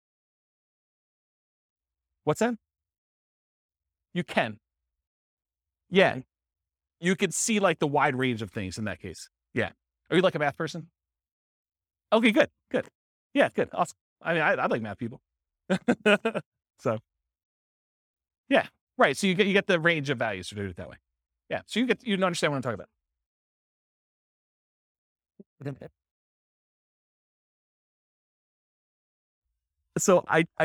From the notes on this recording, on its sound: This was a live class recorded